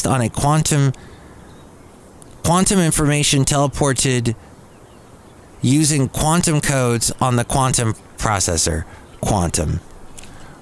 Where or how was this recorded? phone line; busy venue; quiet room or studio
busy venue